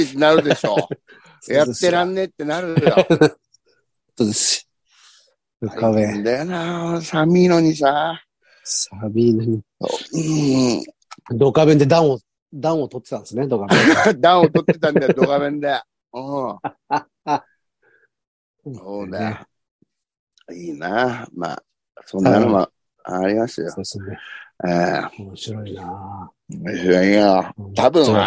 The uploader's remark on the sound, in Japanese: ZOOMで収録